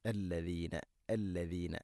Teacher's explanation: നാവിൻ്റെ അറ്റം മുൻപല്ലുകളുടെ ഇരുനിരകൾക്കിടയിലൂടെ അല്പം പുറത്തോട്ട് വരണം